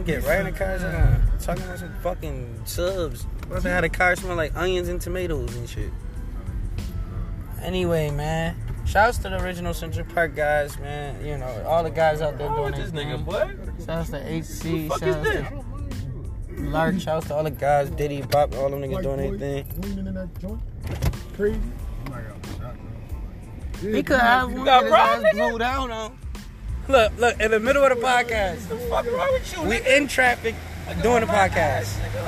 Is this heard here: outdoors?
yes